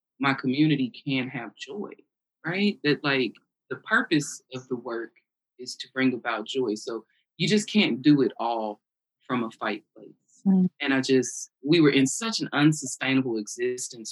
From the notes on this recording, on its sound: Due to limitations of virtual recording, we understand sound quality may not be at it's best.